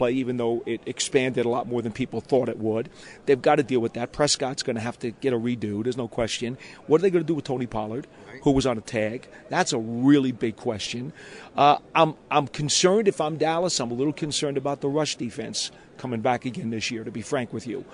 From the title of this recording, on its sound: joins live from the draft combine